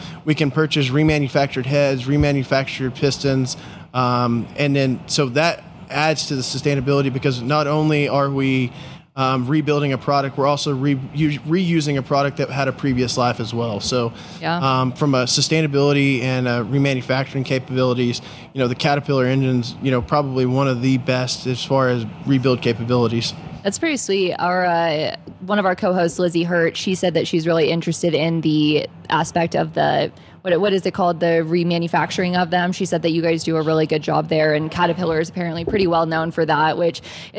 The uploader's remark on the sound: During the PBIOS conference.